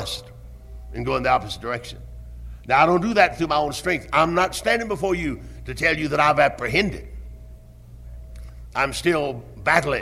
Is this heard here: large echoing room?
yes